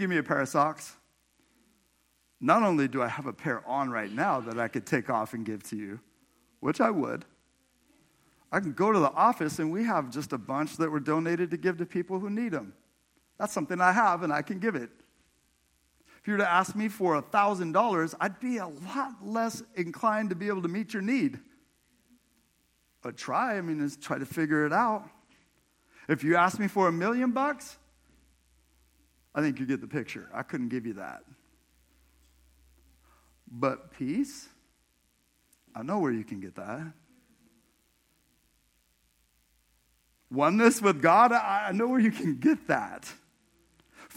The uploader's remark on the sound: This sermon was preached at Crosswater Community Church in Sultan, WA on 11/19/23